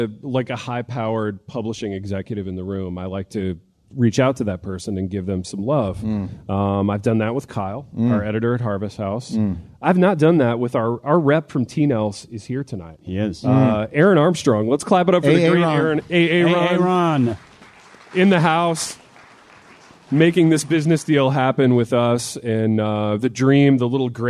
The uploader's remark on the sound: LIVE from New Albany, Indiana